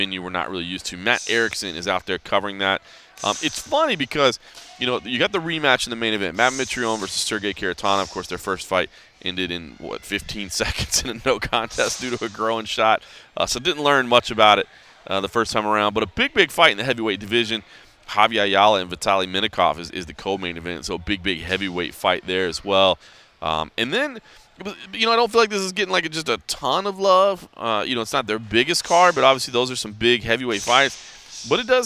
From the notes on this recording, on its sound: he checks in from a media day at American Top Team in Florida